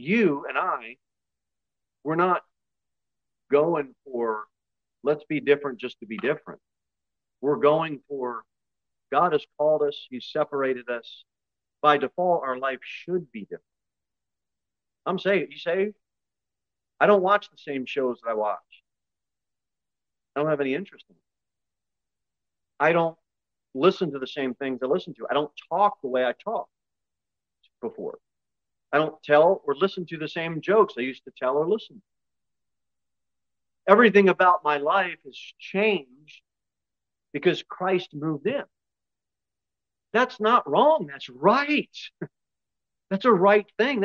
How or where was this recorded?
large echoing room